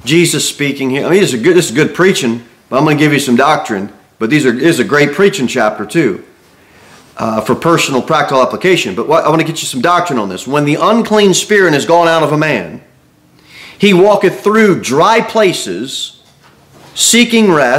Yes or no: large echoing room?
yes